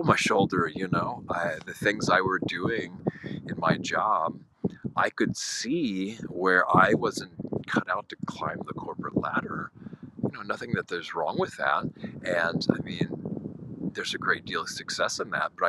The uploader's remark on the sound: Insight Timer live event. In the less than ideal recording environment of the windy English countryside.